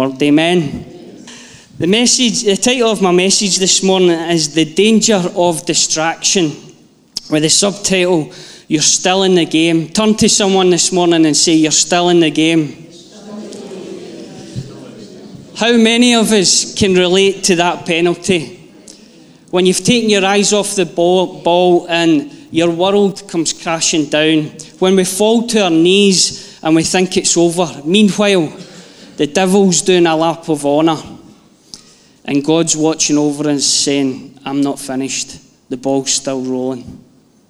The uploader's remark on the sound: Live from our Sunday gathering.